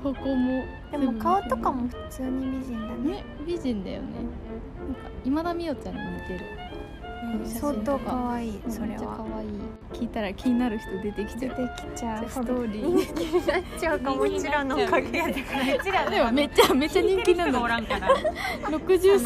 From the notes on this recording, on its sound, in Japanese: 誕生日会ディナーの帰り道に録音してみました。六本木の裏路地にある駐車場で急遽撮りました。